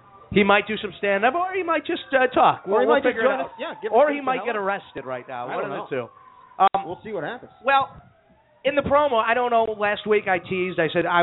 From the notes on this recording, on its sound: We are back for our 100th episode live from Trader Todd's in Lakeview! Live at Trader Todd's.